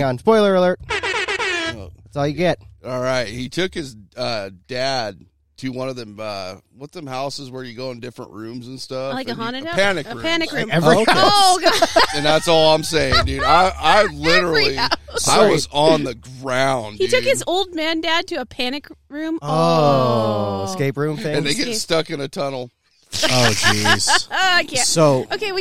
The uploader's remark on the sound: So we recorded outside today